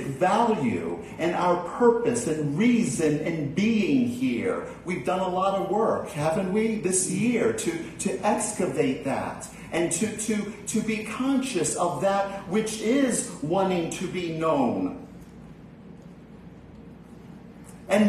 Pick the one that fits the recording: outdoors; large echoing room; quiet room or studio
large echoing room